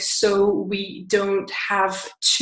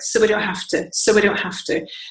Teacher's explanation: everything gets very squashed together because we have lots of unstressed words · Shown in: second take · So instead of sounding like so we don't have to, it sounds like so we don't have to, so we don't have to. · Term: deleting some sounds